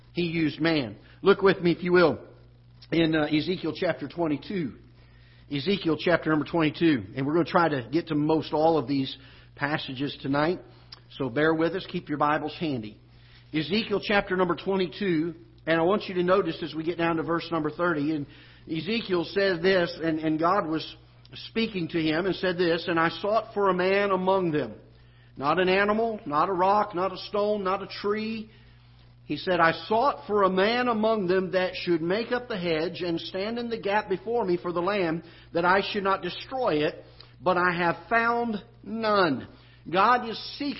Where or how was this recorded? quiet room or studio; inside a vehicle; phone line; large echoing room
large echoing room